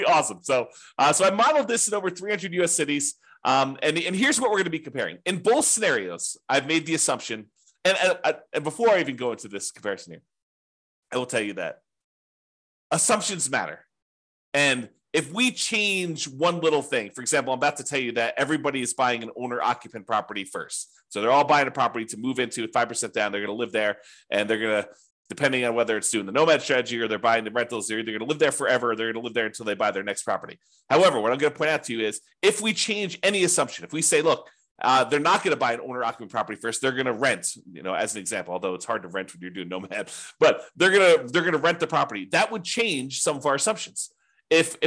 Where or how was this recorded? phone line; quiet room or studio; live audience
quiet room or studio